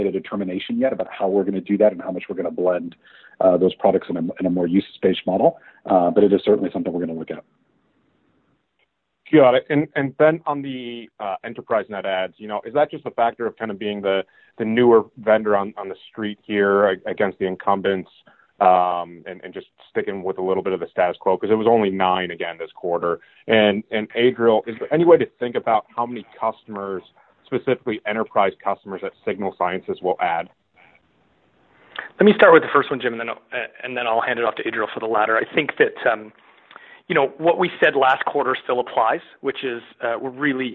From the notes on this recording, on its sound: Q3 2020 Earnings Conference Call